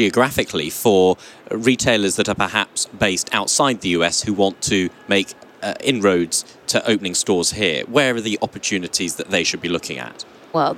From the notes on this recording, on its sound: In this special edition, recorded at NRF Big Show 2018